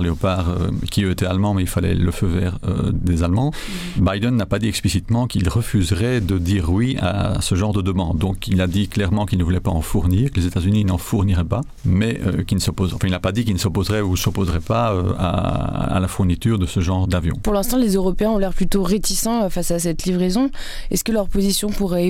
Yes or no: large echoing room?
no